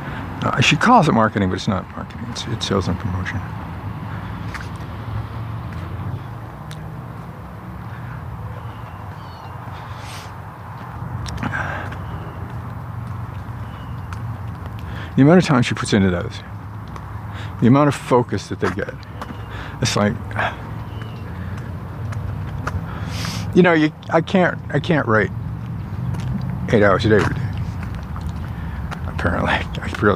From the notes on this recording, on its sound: Lots of heavy engine noise this morning.